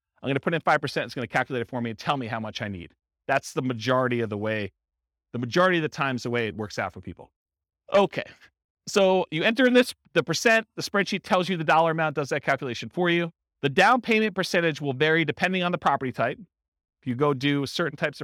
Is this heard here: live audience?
yes